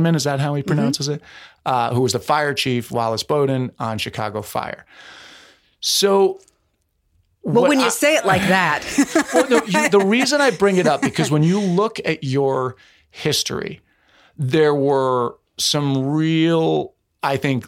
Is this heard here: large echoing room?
no